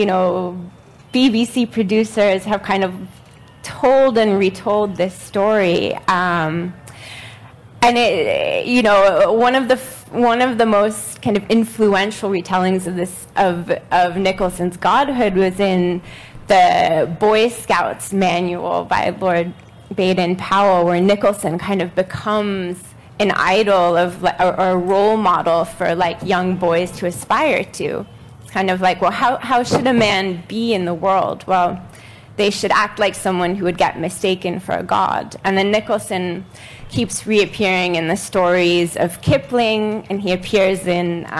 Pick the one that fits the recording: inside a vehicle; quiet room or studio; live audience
live audience